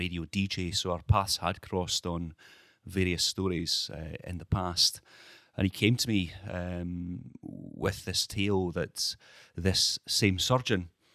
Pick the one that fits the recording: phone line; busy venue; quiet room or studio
quiet room or studio